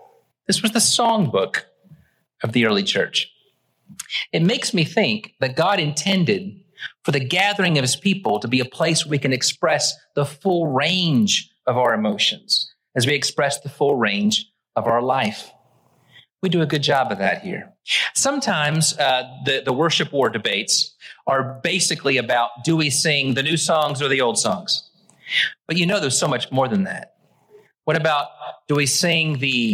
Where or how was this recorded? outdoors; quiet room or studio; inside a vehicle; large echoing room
large echoing room